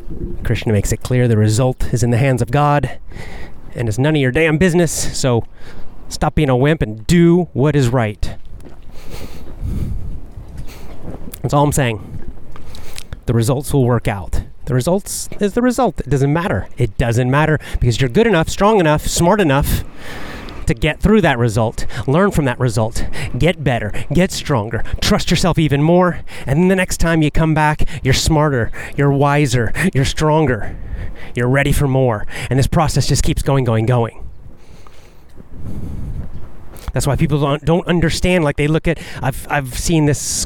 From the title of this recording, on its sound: Walk n Talk